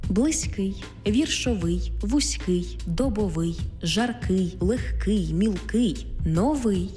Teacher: Короткі та деякі багатоскладові прикметники мають наголошений останній склад.